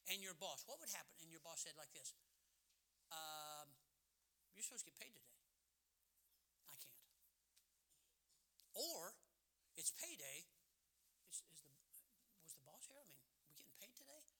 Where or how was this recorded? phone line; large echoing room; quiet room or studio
large echoing room